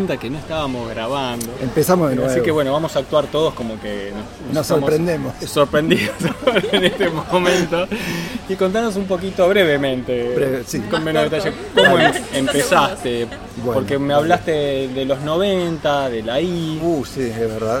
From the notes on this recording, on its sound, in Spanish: Compartimos la grabación que realizamos en la Gcomics Meetup #8. Mientras tomamos un café.